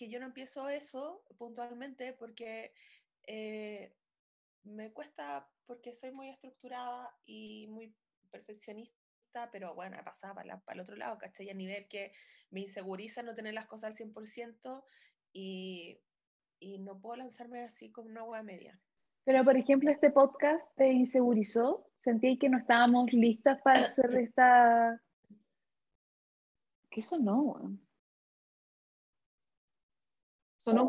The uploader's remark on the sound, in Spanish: Un programa piloto que ciertamente no tiene la mejor calidad de audio pero que disfrutamos mucho grabar.